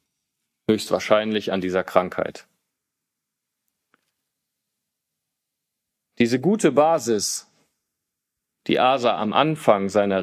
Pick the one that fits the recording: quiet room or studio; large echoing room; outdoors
large echoing room